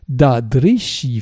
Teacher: Et au nominatif, da drish avec une syllabe finale longue.